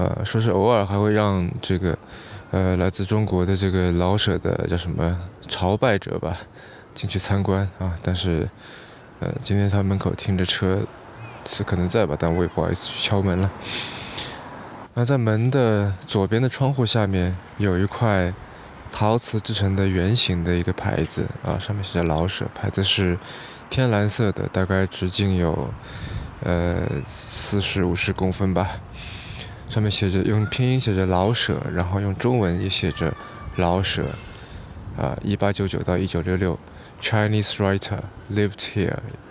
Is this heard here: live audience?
no